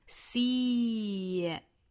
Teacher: See 和后面的 it 之间做连读加一个小小的 ye 的发音